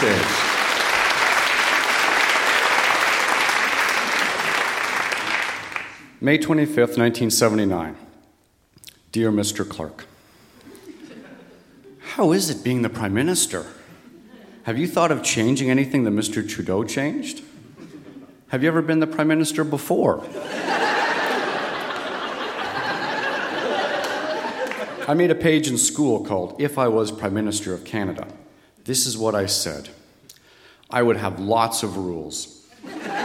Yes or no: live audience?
yes